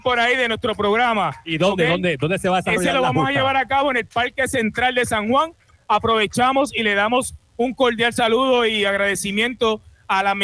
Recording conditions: busy venue